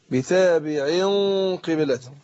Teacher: بفخم الغنة في الإخفاء طالما حرف مستعلي حرف مفخم بفخم الغنة نفسها